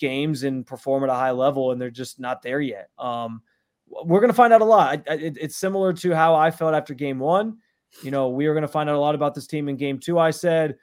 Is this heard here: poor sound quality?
no